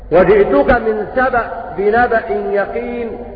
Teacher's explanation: إلا أن قنبل قرأ بإسكان الهمزة